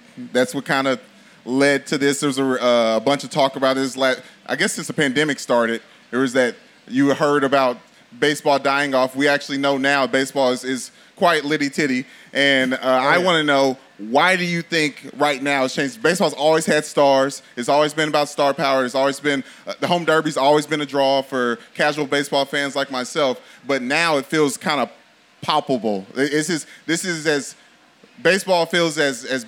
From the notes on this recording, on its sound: LIVE SHOW! LIVE podcast at MLB All-Star weekend in Los Angeles.